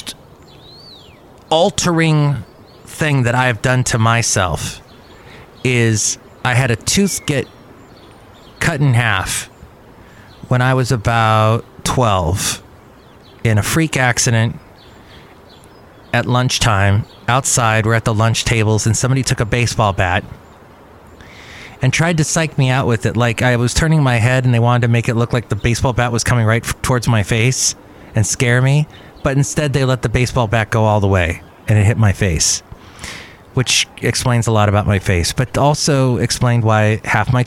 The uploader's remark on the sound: podcasts live from Cafe Anyway